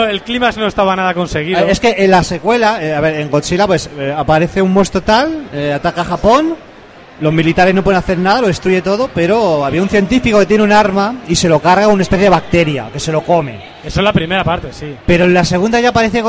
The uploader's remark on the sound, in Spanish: En directo desde Expomanga